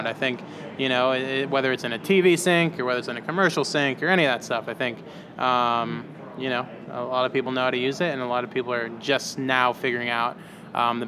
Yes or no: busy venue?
yes